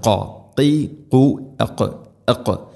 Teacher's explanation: ഖാഫ് തൊണ്ടയുടെ മുകൾ ഭാഗവും കഴിഞ്ഞ് ചെറുനാക്കിൻ്റെ ആ ഒരു ഭാഗമാണ് അതിൻ്റെ മഖ്റജ്.